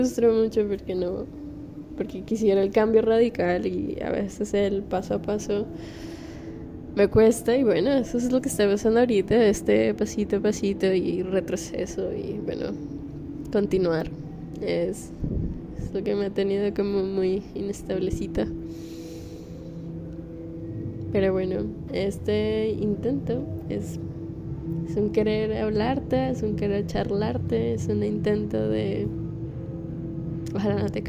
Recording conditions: background noise